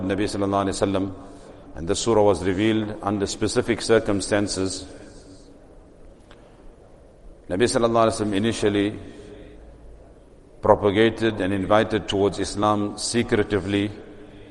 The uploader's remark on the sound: Recorded at greensidemasjid